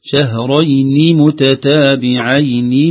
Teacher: النون تحتها كسرة، وضح الكسرة